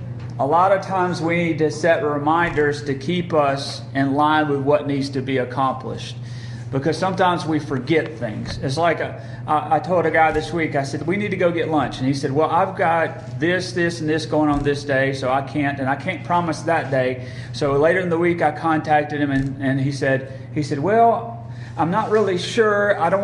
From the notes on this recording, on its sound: Recorded at Friendship Baptist Church on September 14, 2022.